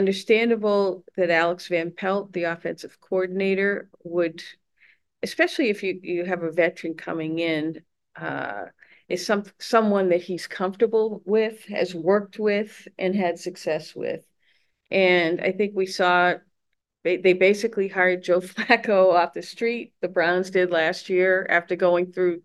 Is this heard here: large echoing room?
no